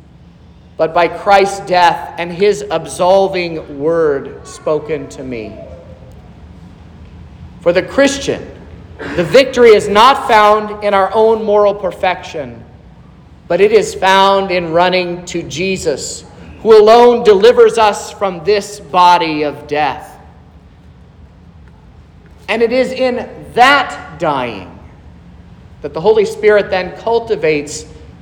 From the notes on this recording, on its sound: This is the sermon preached at Trinity Lutheran Church in Vallonia, Indiana, on Sunday, September 10th, 2023.